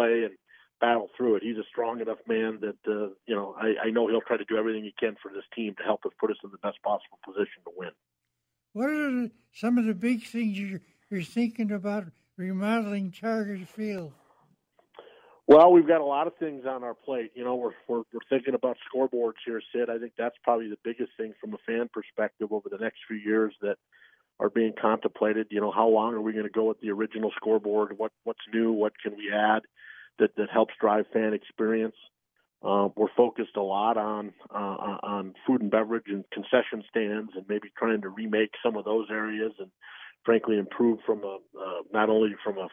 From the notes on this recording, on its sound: the guys take your phone calls throughout the hour